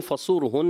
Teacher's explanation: ایک تو طا قاف صحیح طریقے سے پر نہیں کر رہے تھے، پھر زال میں کلکلا ہوا، پھر اس کے علاوہ غنے وغیرہ چھوڑ دیتے ہیں، اور فصور ہن، یہاں جب آپ وف کریں گے فصور ہن نون مشدد رکھنا ہے اور غنہ بھی کرنا ہے